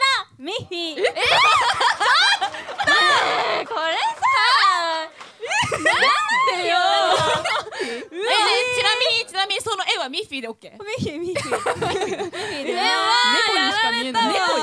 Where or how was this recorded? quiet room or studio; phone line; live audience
live audience